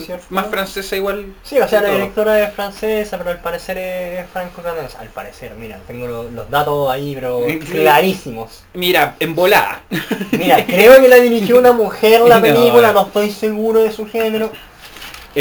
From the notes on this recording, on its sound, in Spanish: Por problemas de audio la primera parte se escucha con una notoria menor calidad, pero mejora en la segunda mitad.